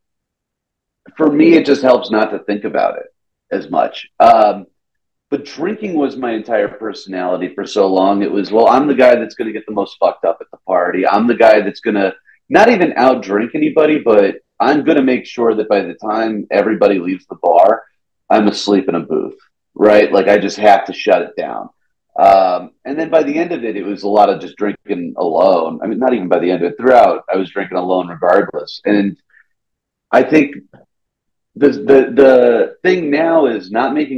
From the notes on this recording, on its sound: Sit down with him via Zoom.